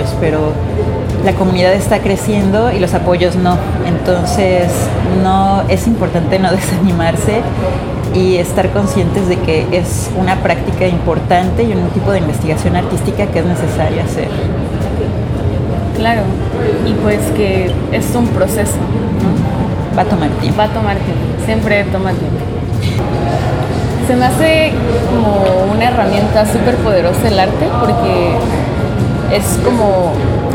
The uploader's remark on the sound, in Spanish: Grabada en el evento Woman Is Art desde el Hotel ME Cabo